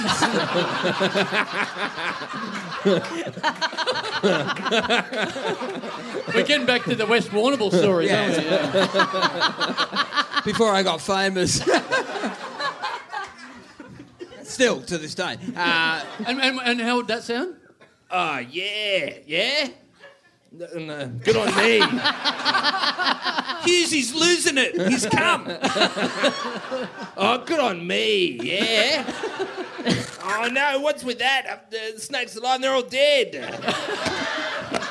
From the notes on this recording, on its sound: We did a huge live podcast a couple of nights before it. Live on stage.